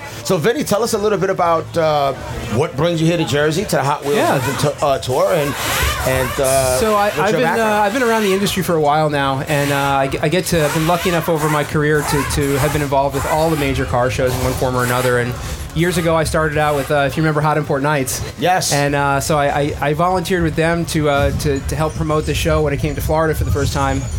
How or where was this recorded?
busy venue